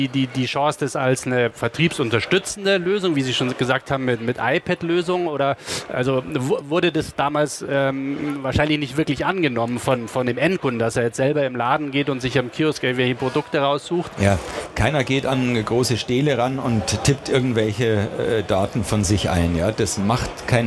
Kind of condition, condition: setting, busy venue